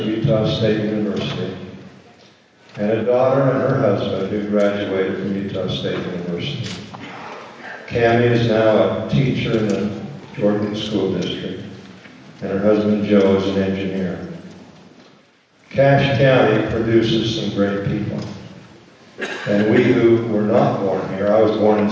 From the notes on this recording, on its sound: 2012 Cache County Utah GOP Convention Audio. Here is most of the audio for the 2012 Cache County Utah GOP Convention held at Mt.